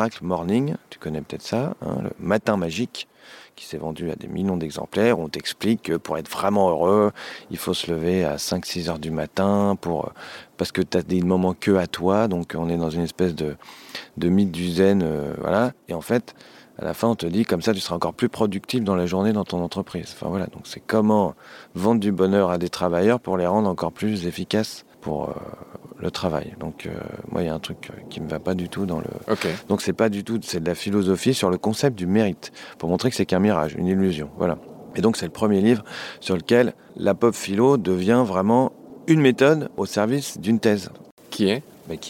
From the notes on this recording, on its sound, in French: Enregistré dans son petit jardin de Montmorency, la ville où a résidé Jean-Jacques Rousseau.